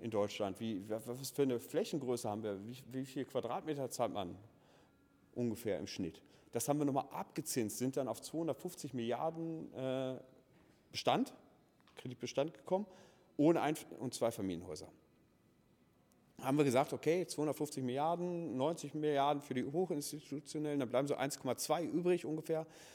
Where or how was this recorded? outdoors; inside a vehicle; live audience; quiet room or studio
live audience